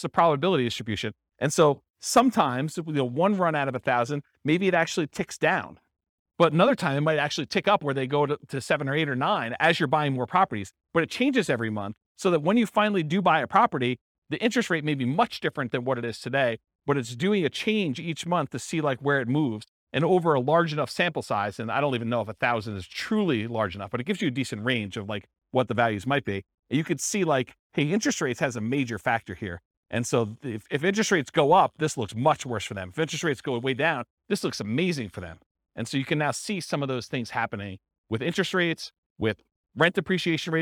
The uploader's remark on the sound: This was a live class recorded